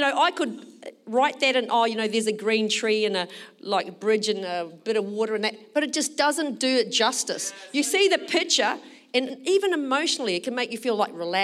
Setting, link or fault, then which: setting, large echoing room